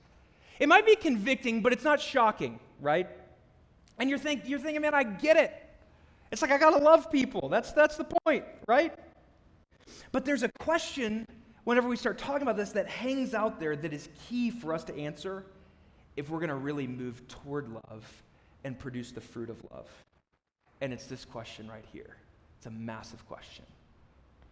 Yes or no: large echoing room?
yes